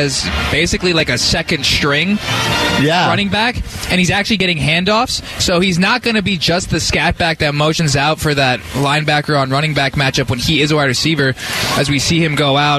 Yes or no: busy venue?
yes